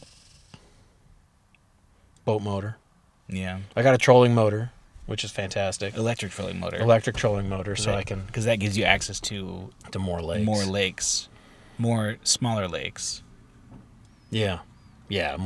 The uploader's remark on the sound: Duck discussion in the Truck. We're back in person, which is super nice, but it was super nice outside and so the inside of my truck got a bit warm.